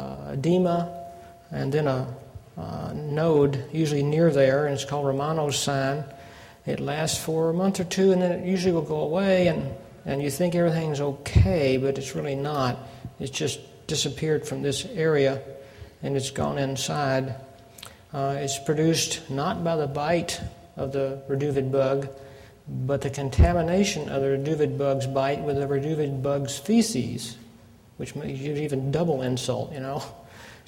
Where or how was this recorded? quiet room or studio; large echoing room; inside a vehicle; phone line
large echoing room